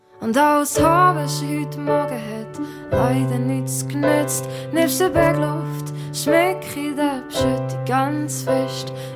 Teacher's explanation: Sie hat die R verloren das ist ja etwas äh, sehr Typisches für das Appenzell Innerrhodische